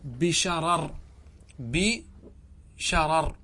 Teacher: تمال الفتحة قبل الراء المكسورة وصلا ووقفا